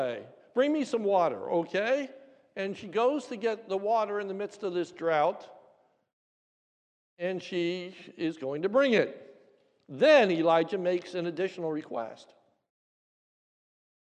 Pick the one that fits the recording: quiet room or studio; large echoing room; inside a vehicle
large echoing room